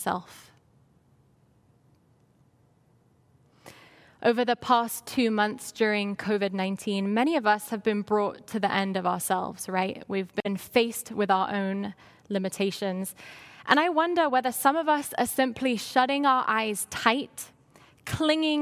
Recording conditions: large echoing room